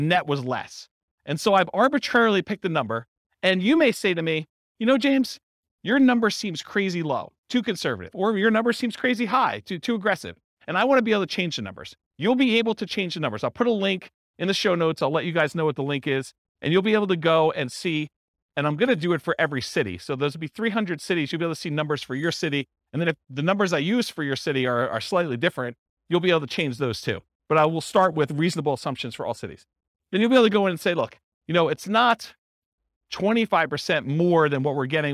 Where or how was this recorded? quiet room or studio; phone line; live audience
live audience